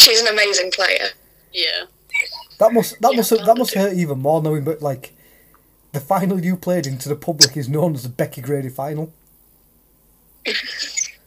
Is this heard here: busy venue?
no